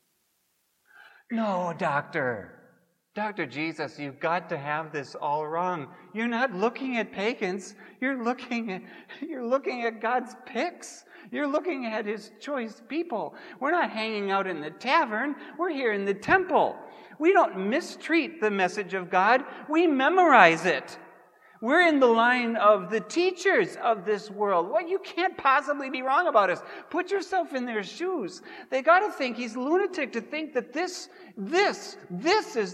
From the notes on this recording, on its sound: Preached at Grace Ev. Lutheran Church.